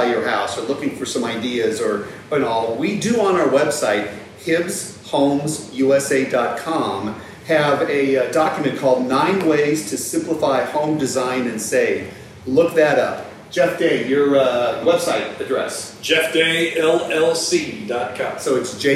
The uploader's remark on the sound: to host a live discussion and take questions